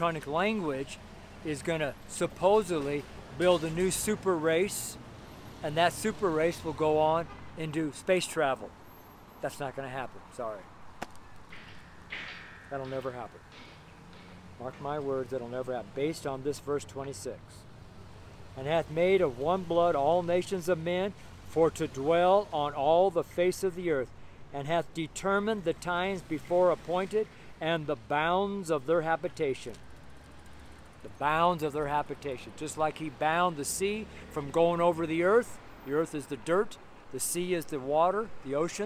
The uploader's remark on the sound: Street Sermon preached from Louisville, Colorado